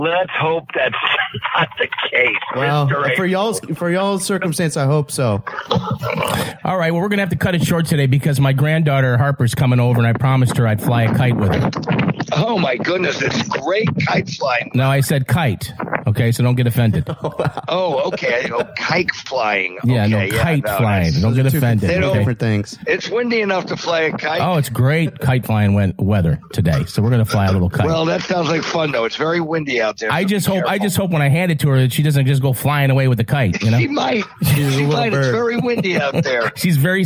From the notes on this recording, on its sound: three telephone interviews